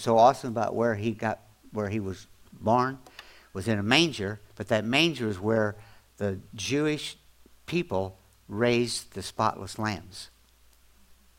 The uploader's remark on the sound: audio podcast from December 24, 2024 at Grace Church in Chester Illinois